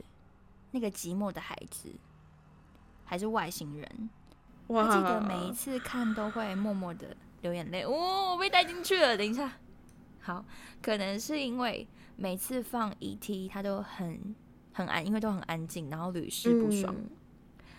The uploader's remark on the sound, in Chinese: 因為是即時收音，會有一些現場音或不可抗力干擾。感謝這集提供callin語音的朋友們。